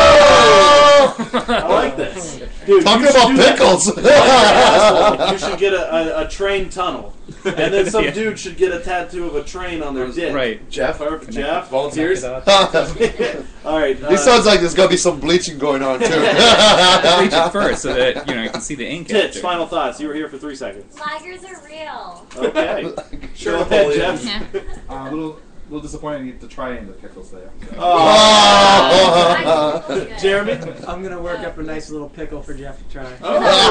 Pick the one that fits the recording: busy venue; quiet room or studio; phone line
busy venue